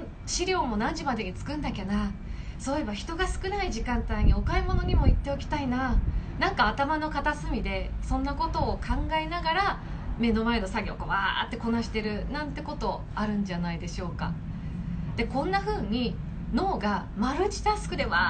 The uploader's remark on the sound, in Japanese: インスタライブの音声です